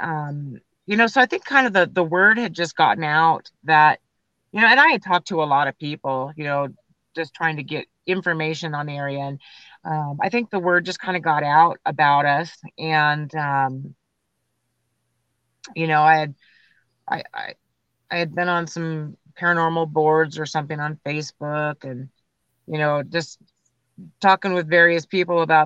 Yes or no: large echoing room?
no